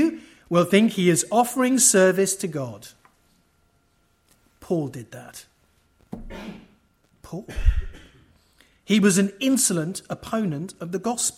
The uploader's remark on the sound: From the 2023 Fellowship of Word and Spirit Conference, "Leadership Reset - in an age of scandals, struggles and schism".